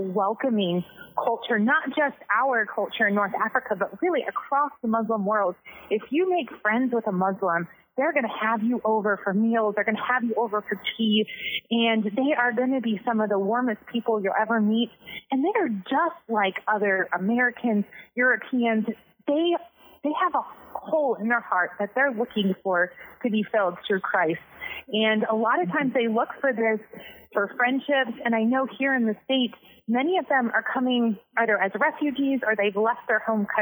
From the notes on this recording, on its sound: Two anonymous, female ABWE missionaries in North Africa join us over the phone.